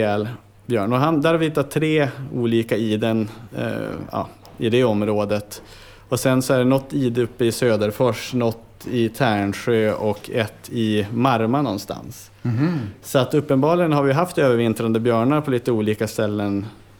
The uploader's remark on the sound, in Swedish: Vi får också höra hans svar på publikens frågor. Avsnittet är inspelat inför publik på Biotopia.